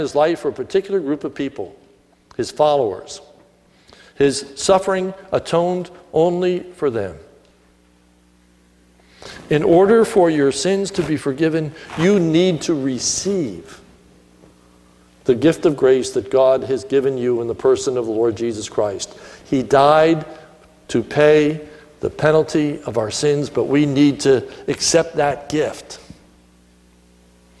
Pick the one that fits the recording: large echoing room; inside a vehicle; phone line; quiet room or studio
large echoing room